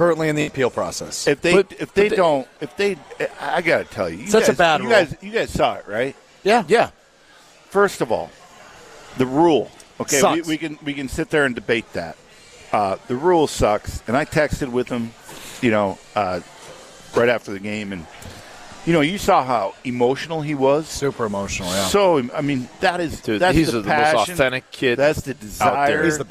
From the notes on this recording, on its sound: live from The Great Dane Pub and Brewery in Fitchburg